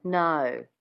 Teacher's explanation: Adding that little schwa at the beginning of the O sound gives it that Australian twang.